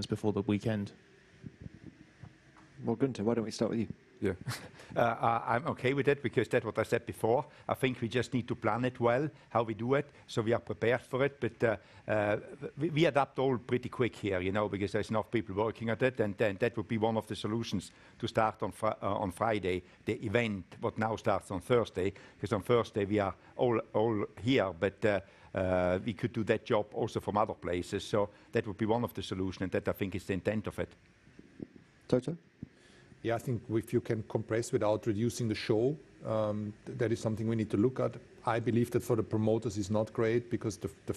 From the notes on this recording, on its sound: Friday Canada Team Principles Press Conference